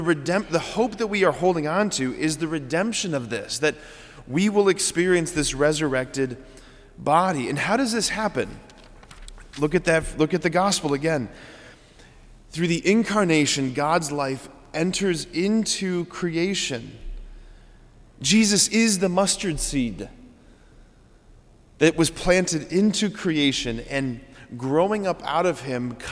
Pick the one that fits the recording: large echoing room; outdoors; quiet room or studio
large echoing room